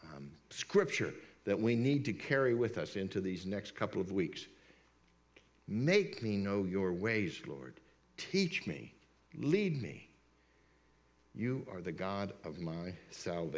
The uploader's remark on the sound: This message is part of a series at Word of Grace Fellowship. We’re located at 603 S 5th St, Indiana, PA.